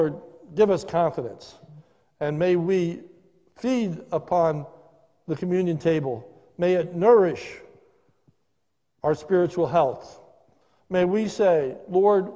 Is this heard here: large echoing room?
yes